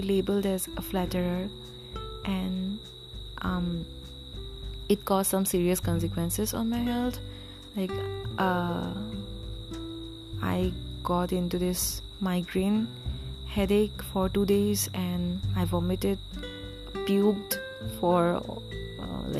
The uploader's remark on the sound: sorry about the cicadas in the background.